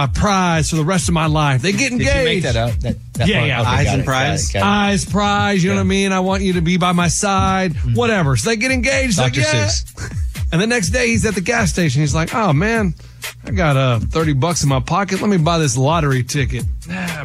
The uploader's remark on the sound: Two of their instructors call